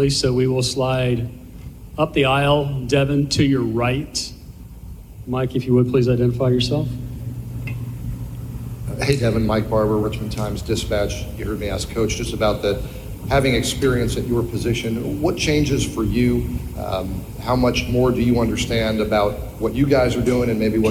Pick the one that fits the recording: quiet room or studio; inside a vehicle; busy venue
busy venue